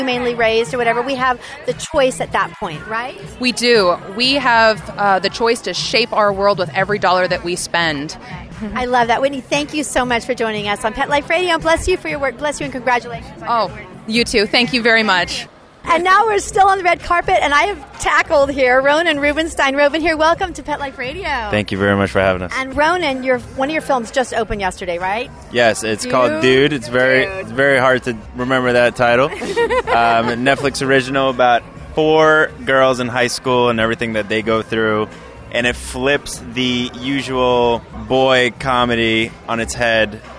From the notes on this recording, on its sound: We are Live on the Red Carpet at the legendary Paramount Studios in Hollywood, CA